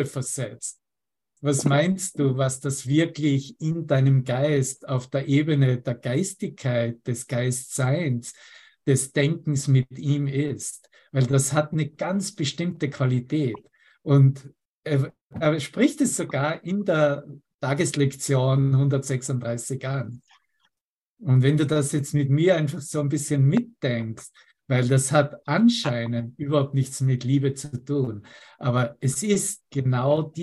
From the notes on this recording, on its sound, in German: Zoom-Session. Veranstaltet von der Aleph Akademie.